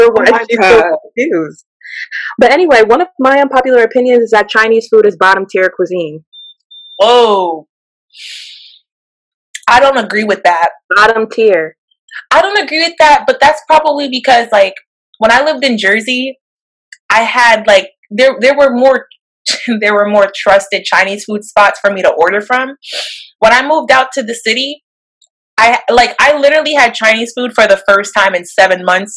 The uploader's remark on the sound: we had some slight technical difficulties this time around